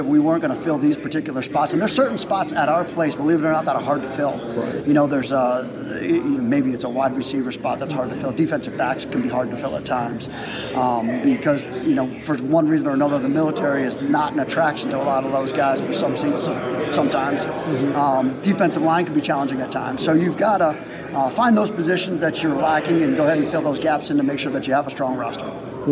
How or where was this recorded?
busy venue